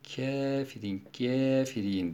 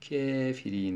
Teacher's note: buradaki elifi yaya biraz meylettirerek fetha ağırlıklı, elif ağırlıklı ama ya kokusu varsa buna imale-i sura ya da taklil diyoruz